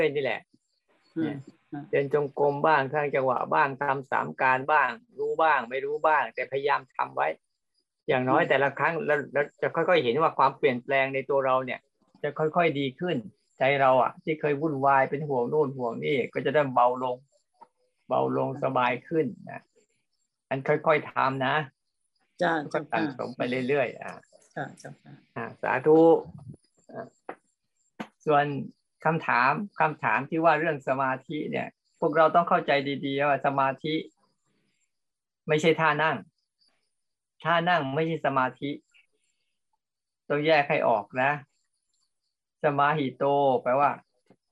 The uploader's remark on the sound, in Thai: เป็น 1 ใน 3 คอร์สออนไลน์ (ผ่านโปรแกรม Zoom) ช่วงเข้าพรรษา.